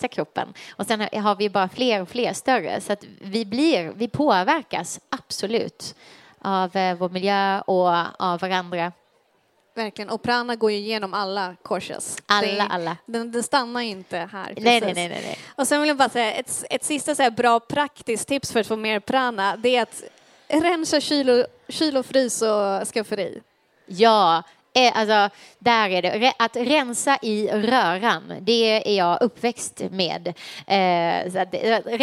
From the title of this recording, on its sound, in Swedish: livepodd